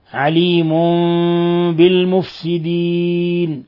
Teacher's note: قوله تعالى عليم بالمفسدين، تنوين ضم جاء بعده الباء الحكم التجويد إقلاب، حيث قلبنا الميم الساكنة عند الباء، حيث قلبنا التنوين ميما مخفى عند الباء